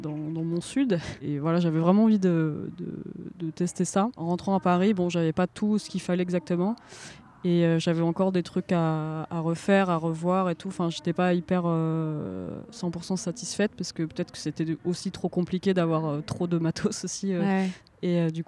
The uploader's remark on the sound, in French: Cet épisode a été enregistré dans les jardins